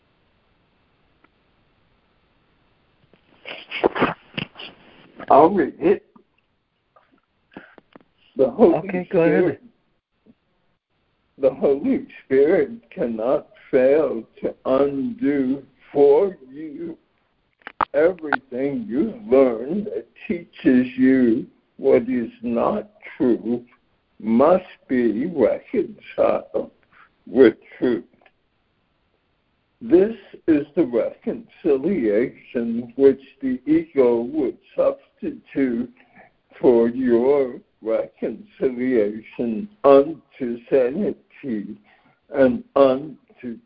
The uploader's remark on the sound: ACIM Daily Conference Call.